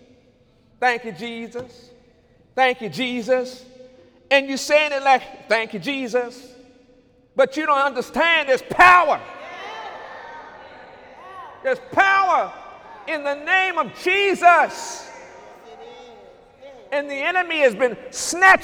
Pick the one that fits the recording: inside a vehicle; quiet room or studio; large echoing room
large echoing room